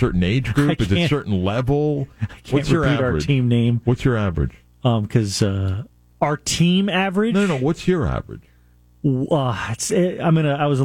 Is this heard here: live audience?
no